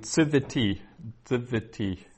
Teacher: the dagesh there, is functioning as a consonant, and it's a doubled consonant rather than as a shurek, the vowel